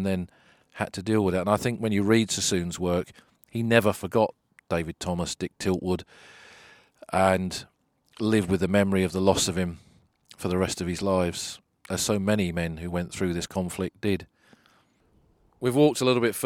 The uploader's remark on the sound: Somme Walks: Bois Français. Recorded on the battlefields.